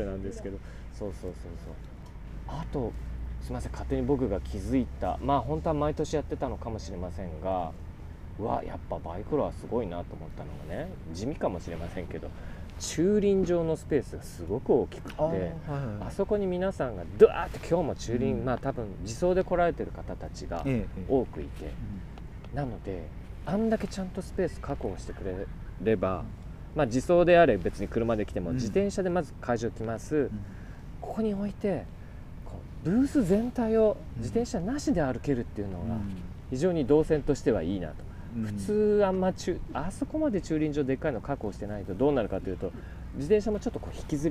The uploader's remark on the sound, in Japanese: 収録地： さいたま市 秋ヶ瀬公園 バイクロア会場。突撃レポート。収録地： さいたま市 秋ヶ瀬公園 バイクロア会場。収録機材： ZOOM F3 (レコーダー)、 ZOOM ZSG-1, AKG D5（マイク）。